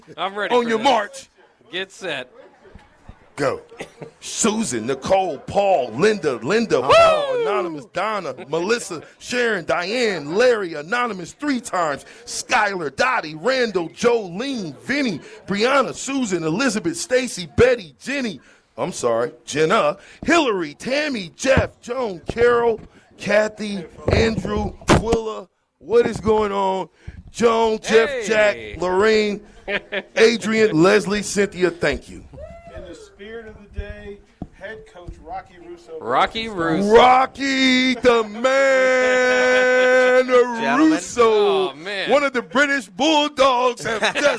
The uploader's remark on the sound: LIVE FROM CEDARS